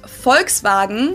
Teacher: Folks, where's the V though? You're using an F.